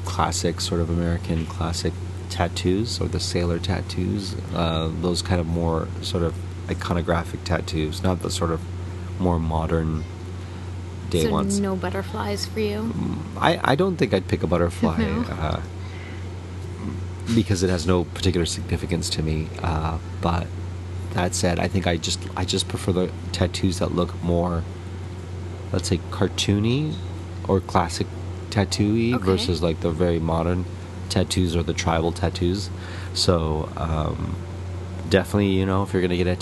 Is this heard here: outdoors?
yes